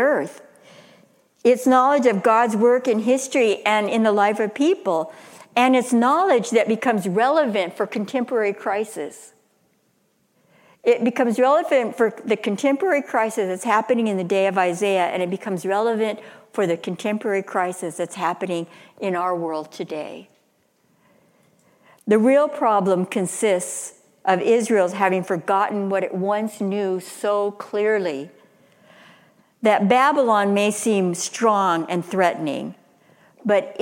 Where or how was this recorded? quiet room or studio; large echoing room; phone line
large echoing room